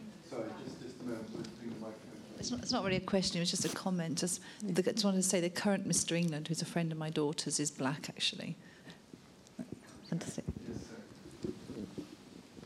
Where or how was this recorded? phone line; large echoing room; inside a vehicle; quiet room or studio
large echoing room